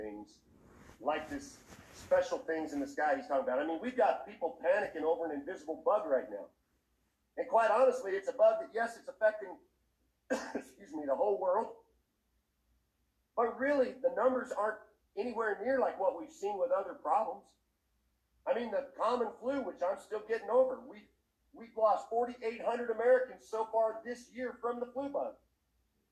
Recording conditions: poor sound quality